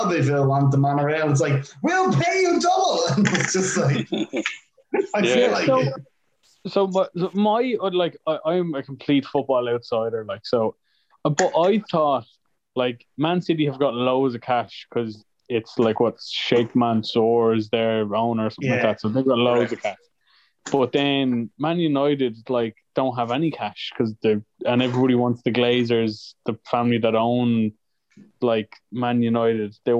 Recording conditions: video call